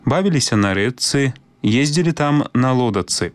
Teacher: Цяпер яшчэ пра пару выпадкаў прыпадабнення шыпячага гуку да свісцячага. Пісьмовае спалучэнне «ЧЦ», у якім «Ц» абазначае цвёрды гук, вымаўляецца па-беларуску як падоўжаны зацвярдзелы «Ц».